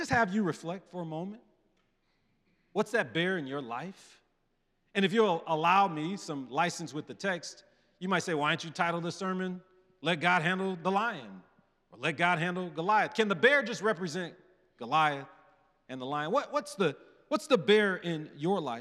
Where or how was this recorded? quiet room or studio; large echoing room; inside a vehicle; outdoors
large echoing room